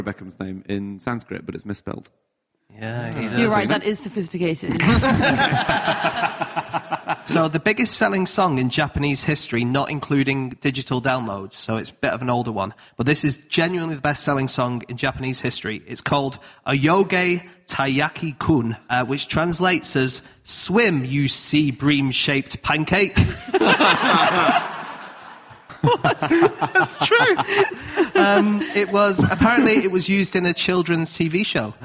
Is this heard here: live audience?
yes